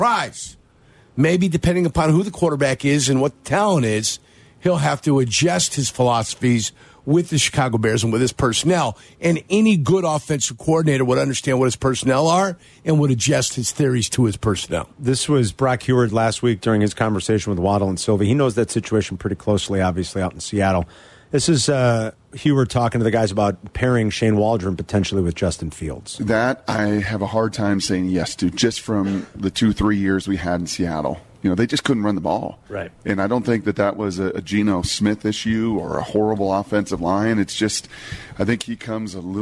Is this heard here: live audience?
no